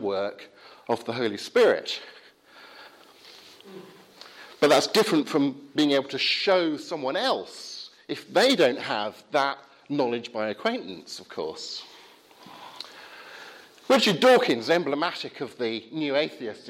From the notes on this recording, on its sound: Talk from the 2017 Rasonable Faith group at Highfield Church, Southampton.